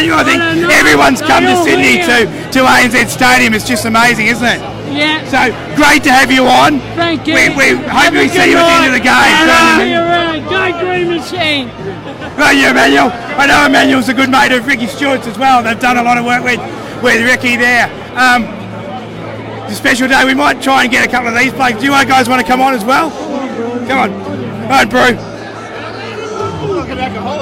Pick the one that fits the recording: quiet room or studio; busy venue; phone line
busy venue